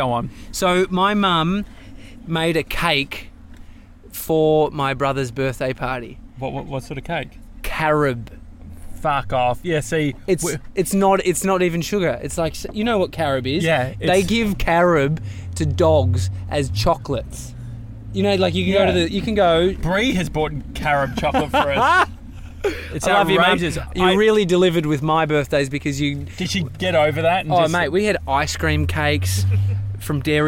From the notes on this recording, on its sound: LIVE from the Krispy Kreme carpark.